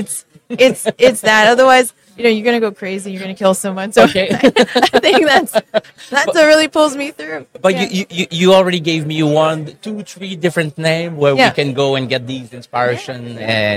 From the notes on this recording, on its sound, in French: En direct du Hardtech à Toronto